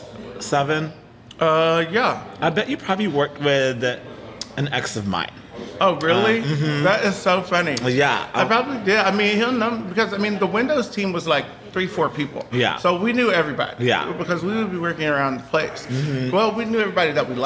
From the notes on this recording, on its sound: Recorded on site at the Magnolia Wine Bar in the heart of Fort Worth